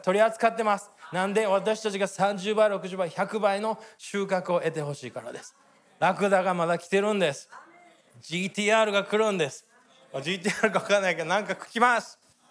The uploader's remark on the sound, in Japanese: 日曜礼拝 収録分です